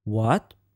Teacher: The second tone is a mid to high rising tone